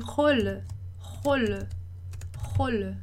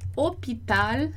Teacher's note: a gente diz que o O, nesse caso, é a pronúncia fechada · Term: O fechado